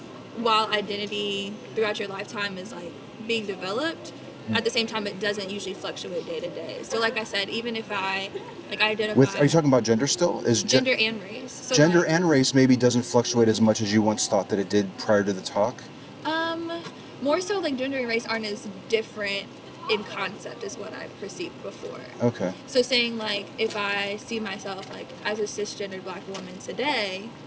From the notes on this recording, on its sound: Location: San Antonio, Texas. Recorded w/Go-Pro.